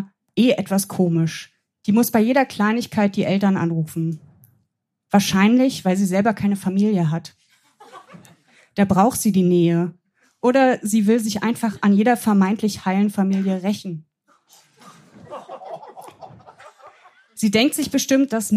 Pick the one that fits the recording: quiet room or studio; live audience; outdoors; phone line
live audience